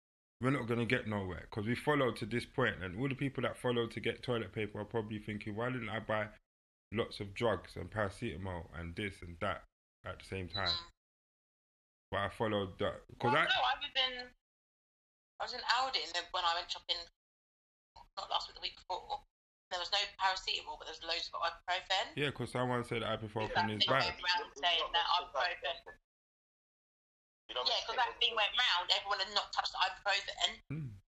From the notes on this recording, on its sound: this episode is over the phone so quite sound is a little off